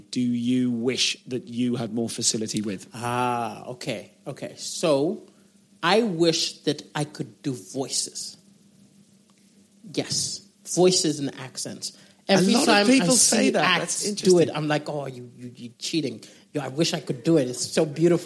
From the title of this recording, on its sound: Live at Darlington Comedy Festival